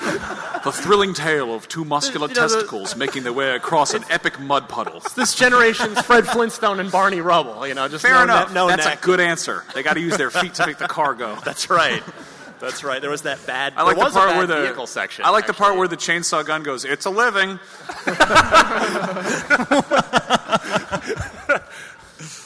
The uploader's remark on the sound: IGN's PAX East 2016 Panel